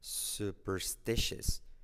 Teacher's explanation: Superstitious. Y como E y la T segunda es una SH